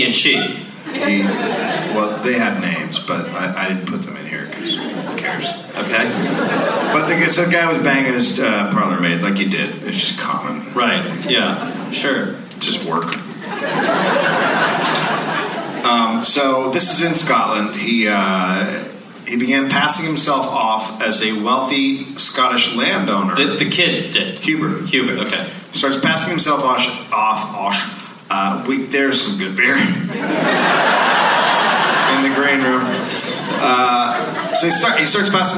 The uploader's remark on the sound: Live in Minneapolis